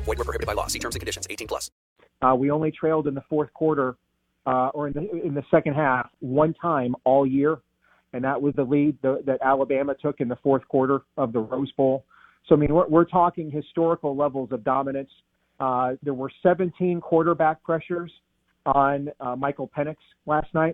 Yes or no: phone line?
yes